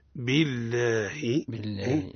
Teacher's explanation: بالله ترقيق اسم الجلالة لأنها سبقت بكسر